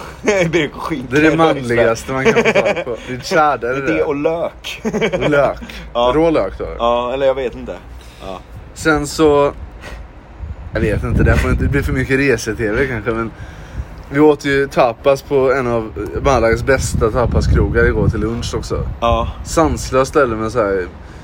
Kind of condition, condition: setting, outdoors